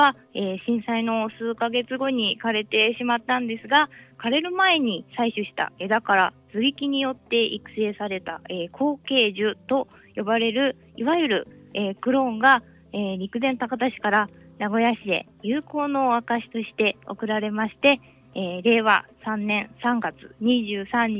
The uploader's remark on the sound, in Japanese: 名古屋市港防災センター電話インタビュー